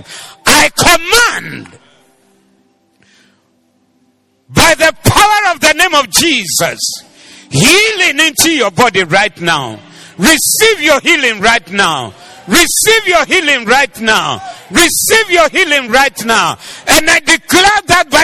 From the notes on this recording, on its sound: Preached at the Doxa Service 18022024